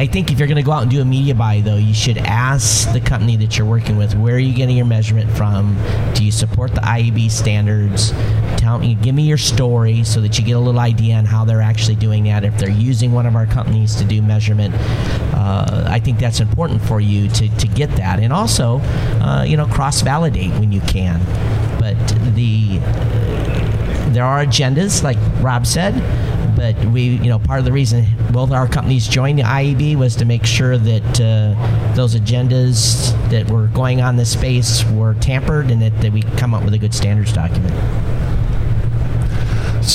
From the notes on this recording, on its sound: Day 3 Live at NAB show 2017! Live from the NAB show 2017 Advanced Advertising Pavilion.